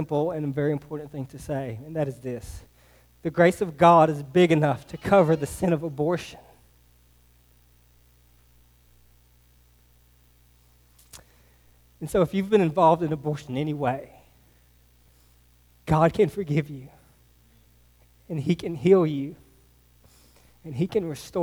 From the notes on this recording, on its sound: Sermon preached to Hillside Baptist Church in Eastman, GA on 1/21/24. Sermon preached to Hillside Baptist Church in Eastman, GA on 1/21/24.